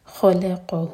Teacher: خو ہیوی، لام لائٹ، قاف ہیوی، بیچ میں لام کو ہیوی نہیں ہونے دینا